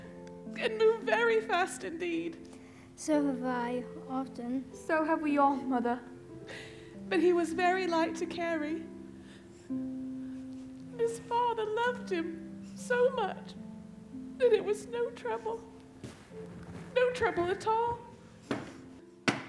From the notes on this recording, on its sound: The Whole Backstage presents our live on-stage recording of "A Christmas Carol: a Radio Play". As a radio play performed in front of a live audience on stage with a sound effects table and characters taking turns at the featured mics.